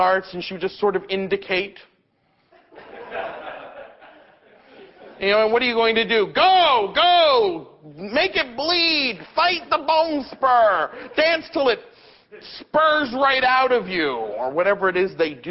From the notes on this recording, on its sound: In these seven monologues, recorded before live audiences at New York's Performance Space 122.